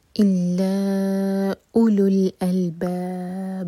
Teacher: پڑھیں گے او ایک حرکت کرے گا اولو الالباب ان میں با پر قلقلہ با ساکن کر کے رک رہے ہیں تو با چار حرکت لمبا ہے مد عالی السکون الا اولو